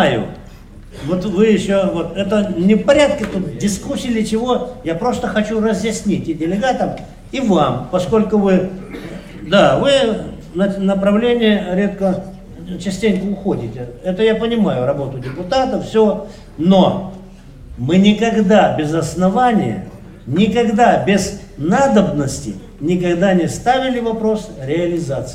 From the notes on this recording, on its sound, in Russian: Аудиозапись работы XXII съезда ВОС. Запись прямого эфира.